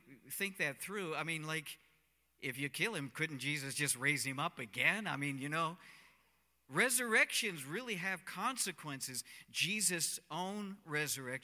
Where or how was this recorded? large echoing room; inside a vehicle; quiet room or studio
large echoing room